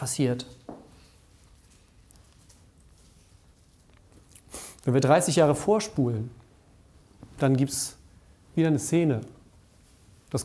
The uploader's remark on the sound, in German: Die Predigt aus dem Familiengottesdienst um 17 Uhr.